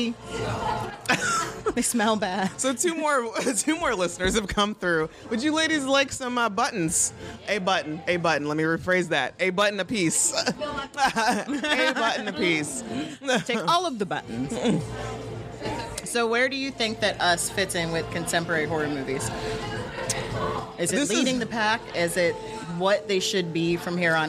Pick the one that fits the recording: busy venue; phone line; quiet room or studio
busy venue